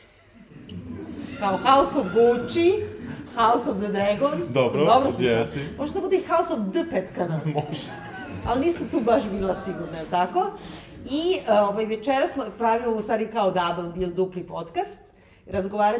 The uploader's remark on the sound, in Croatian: Dve epizode ZUT-a snimljene na nastupu pred publikom u našem novom i od sada stalnom prostoru za susrete sa vama, "Hartefakt Kućom".